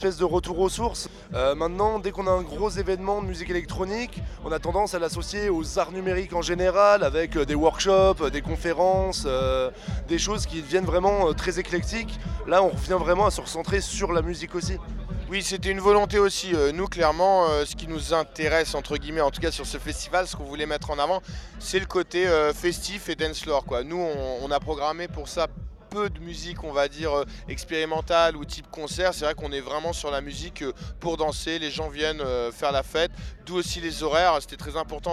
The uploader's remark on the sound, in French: Captation des sets à la Station Rose réalisée par l'équipe de Cosmic Show de Radio Prun'.